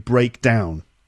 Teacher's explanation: So when it's a noun, the first syllable is stressed, breakdown. And when it's a verb, the second part is stressed, to break down